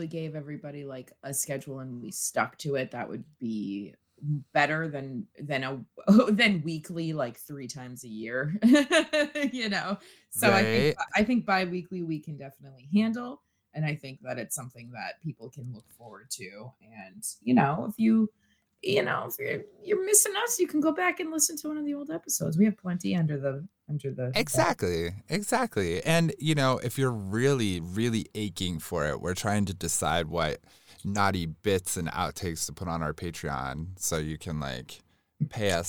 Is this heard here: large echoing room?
no